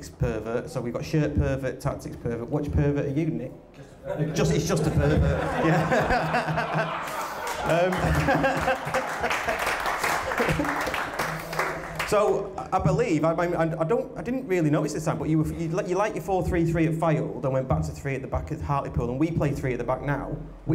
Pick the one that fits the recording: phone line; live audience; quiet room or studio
live audience